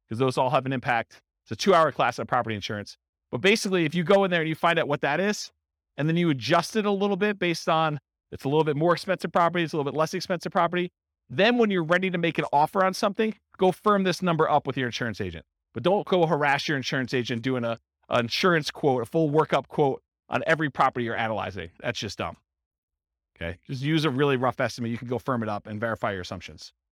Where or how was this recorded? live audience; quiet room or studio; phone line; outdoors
live audience